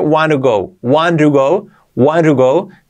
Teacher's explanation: la T de to, la hacemos como una R suave